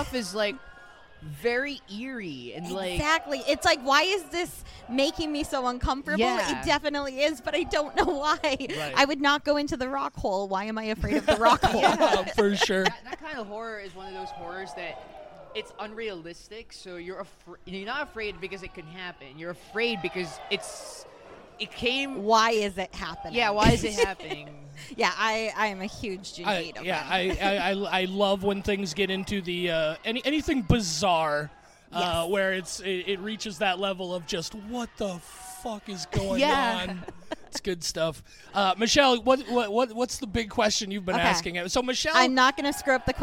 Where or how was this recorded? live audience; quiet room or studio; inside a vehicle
live audience